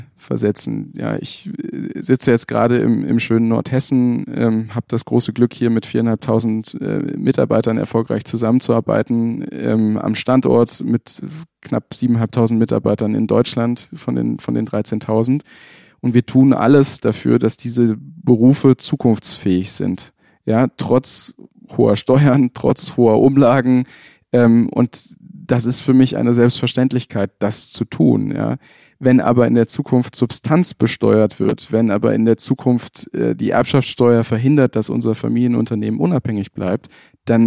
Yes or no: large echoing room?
no